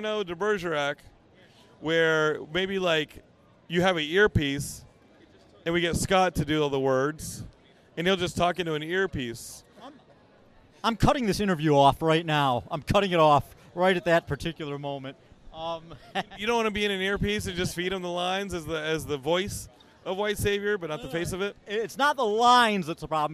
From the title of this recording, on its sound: Geekscape at San Diego Comic Con 2023 Day 3!